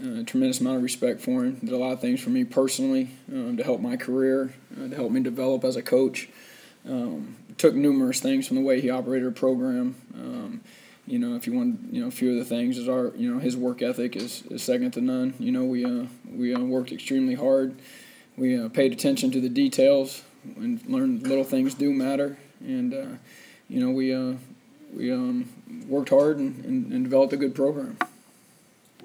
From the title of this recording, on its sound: Press Conferences & Post-Game Interviews